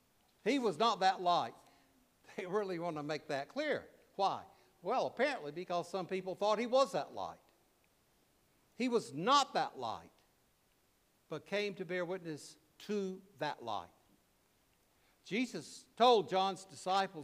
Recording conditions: large echoing room